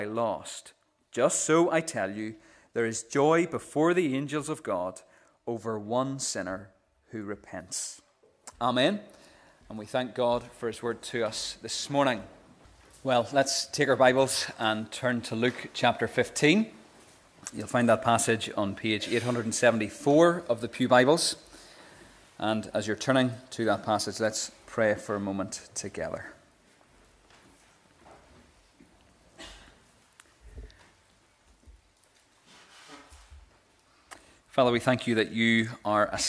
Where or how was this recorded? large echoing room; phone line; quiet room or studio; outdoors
large echoing room